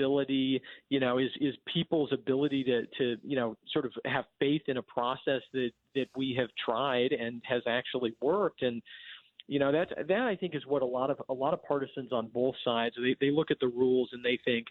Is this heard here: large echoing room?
no